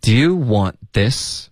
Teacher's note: Want 的 t 它省略了，n 的音呢？建议大家咬舌尖，OK？ · Want 这个 n 的音咬舌尖，然后尽量导致一个干脆的停顿，别发成 one